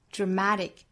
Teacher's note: dramatic 这个 t 的发音美音更多会弹出来